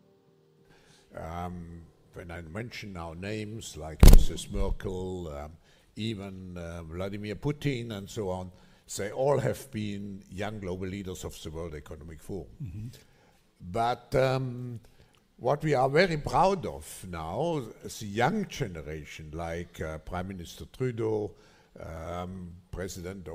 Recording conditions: large echoing room